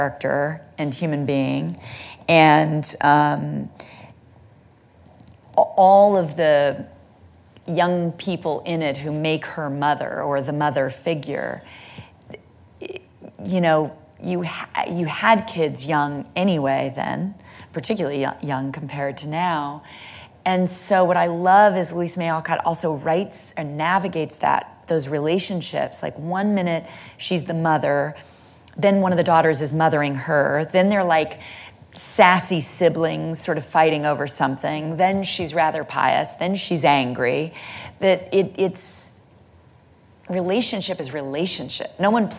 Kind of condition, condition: setting, live audience